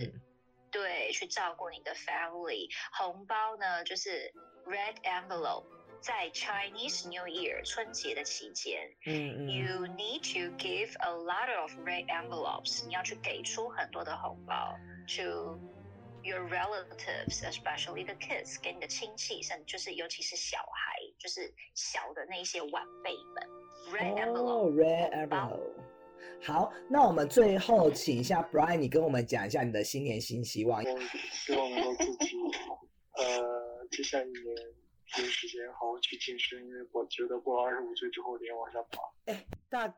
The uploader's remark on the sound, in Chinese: 東京、台北、洛杉磯 三方跨國連線。因跨國錄音 音質問題 請見諒。